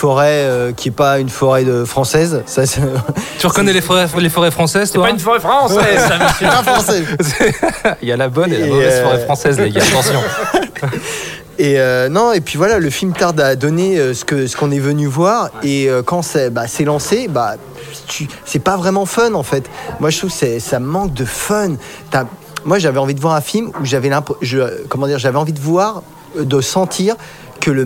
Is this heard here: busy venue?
yes